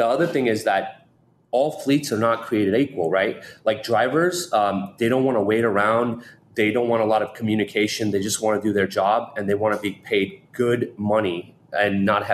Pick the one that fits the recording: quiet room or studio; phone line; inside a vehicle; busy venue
busy venue